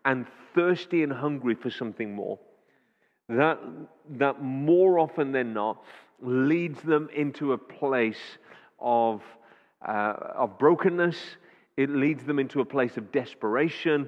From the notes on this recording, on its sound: Audio recording taken from Kent Prayer Quake 2021 - Day One, Session Two